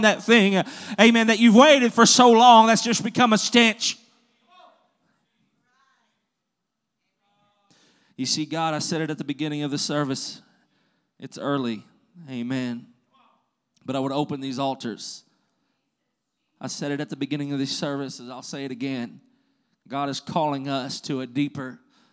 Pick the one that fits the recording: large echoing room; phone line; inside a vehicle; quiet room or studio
large echoing room